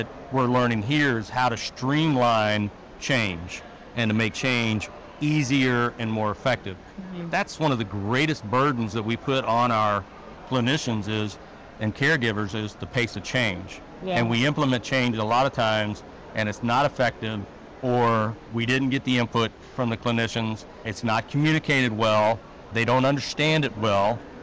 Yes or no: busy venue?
yes